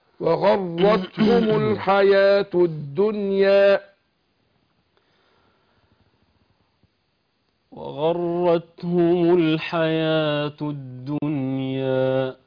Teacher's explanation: واخفي تكريرا اذا تشددوا، فهنا مشدده اخفي التكرير